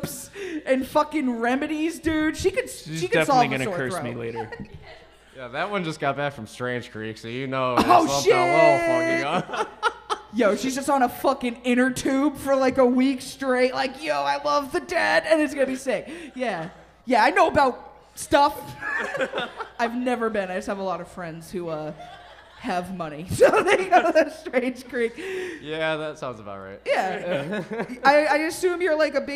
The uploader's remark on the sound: LIVE! From Electric Haze. It was a ton of fun doing it live.